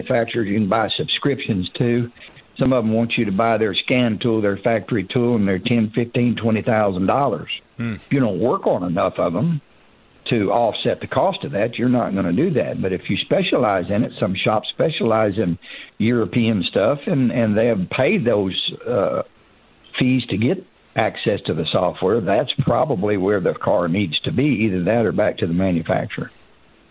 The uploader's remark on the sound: calls